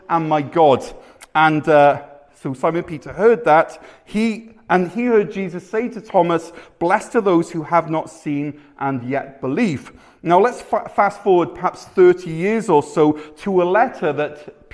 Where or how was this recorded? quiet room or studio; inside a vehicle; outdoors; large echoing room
large echoing room